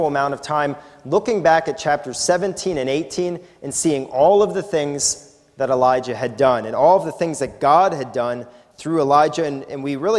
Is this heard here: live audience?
yes